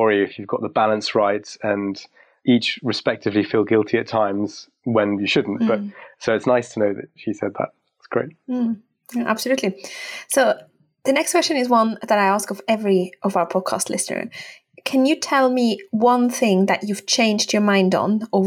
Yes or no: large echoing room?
no